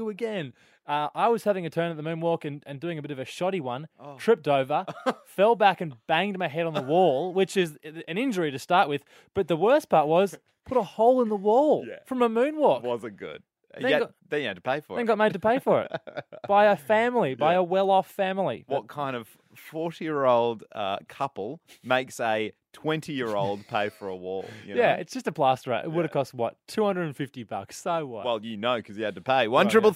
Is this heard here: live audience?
no